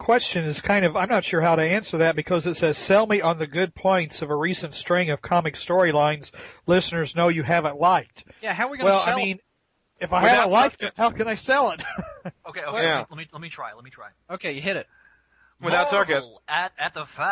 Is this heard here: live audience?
no